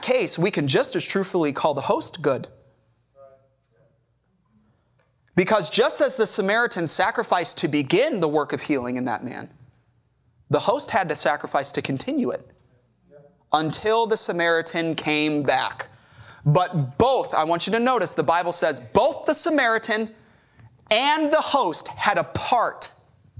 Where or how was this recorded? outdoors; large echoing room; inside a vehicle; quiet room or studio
large echoing room